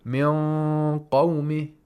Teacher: You're making the tongue get close to the place of articulation of qaf. · Term: approximation